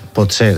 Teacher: ens costa fins i tot dir pot ser, eixa O és tancada perquè és tot una paraula